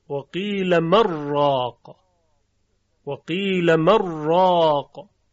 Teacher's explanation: و هم گوش میکنیم به تلاوت این آیه به روایت قالون و ببینید که چگونه نون در را ادغام میشه